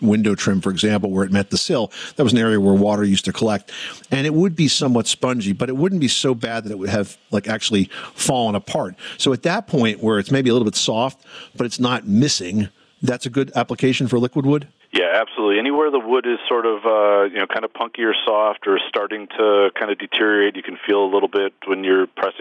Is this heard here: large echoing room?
no